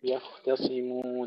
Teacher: ترقيق التاء وتفخيم الصاد